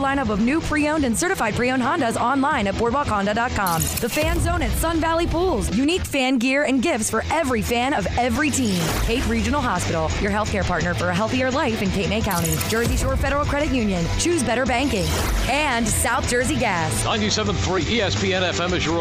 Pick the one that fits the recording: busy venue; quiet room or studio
busy venue